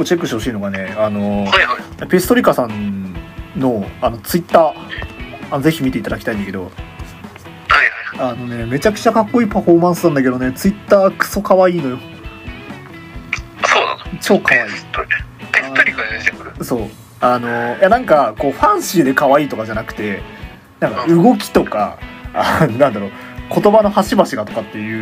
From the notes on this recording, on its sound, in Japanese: 録音機材：iPhone7